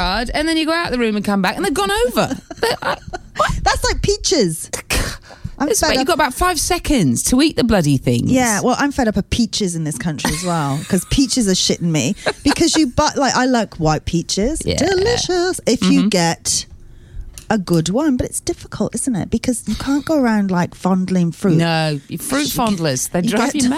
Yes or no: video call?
no